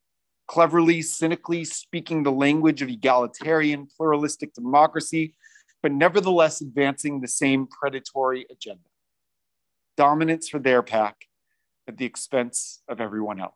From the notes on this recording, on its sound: recorded at Temple Beth-El on December 18, 2021